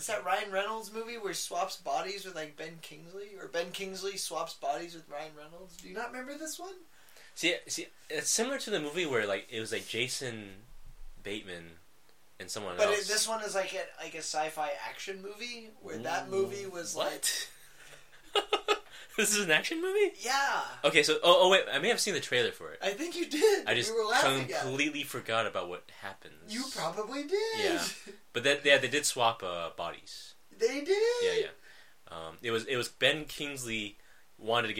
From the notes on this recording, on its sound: The audio was shit.